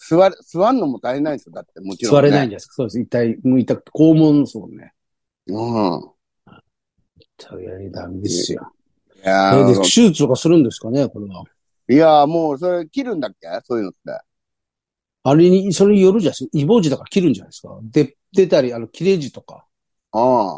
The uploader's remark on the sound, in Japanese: ZOOMで収録